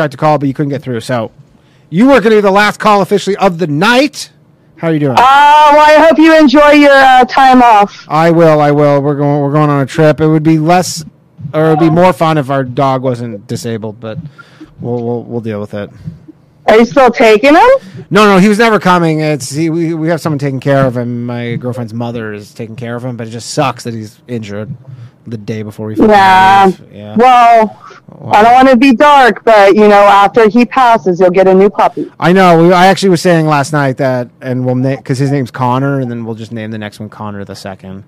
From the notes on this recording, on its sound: call in show